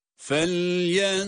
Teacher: Burada za harfi kalın ve peltek.